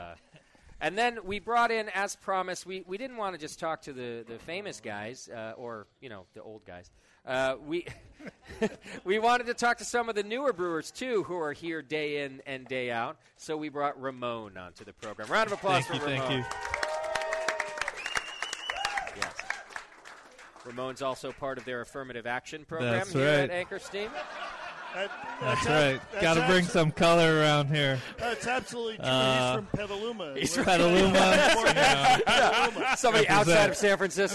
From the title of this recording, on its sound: Live at Anchor Brewing Co.